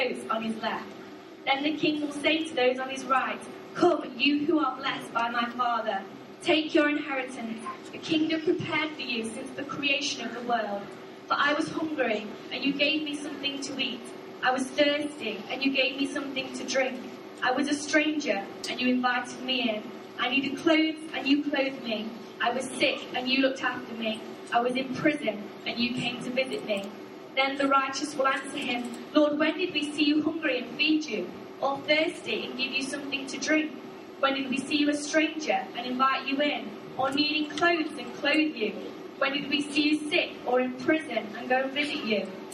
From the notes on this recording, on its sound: Arena Church Ilkeston